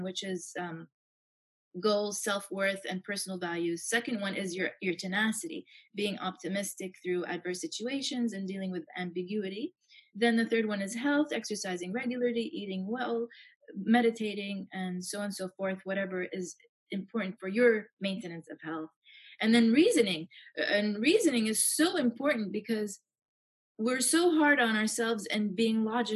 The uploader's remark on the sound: Zoom chat. Who is located in Jeddah.